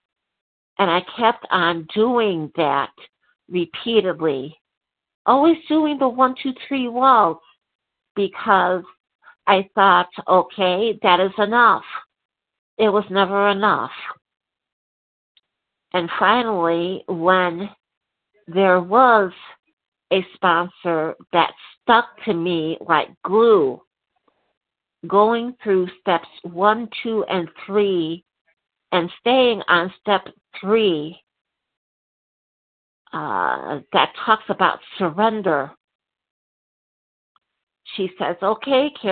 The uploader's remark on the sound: from the 100 Pounders Phone Meeting